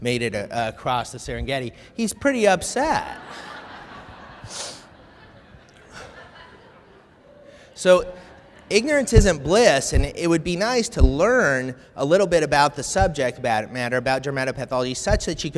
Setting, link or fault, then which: setting, live audience